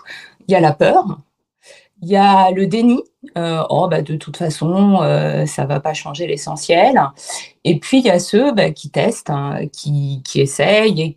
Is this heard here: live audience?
no